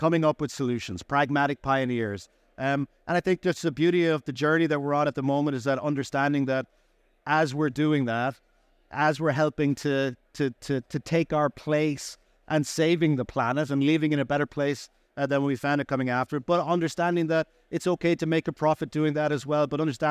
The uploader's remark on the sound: Recorded live at ADIPEC 2023